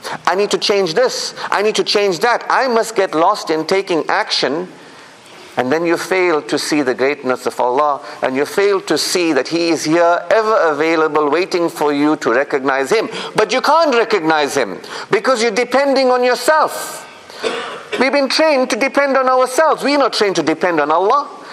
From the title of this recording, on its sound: Jumu'ah Lecture 48 - Ottery Mosque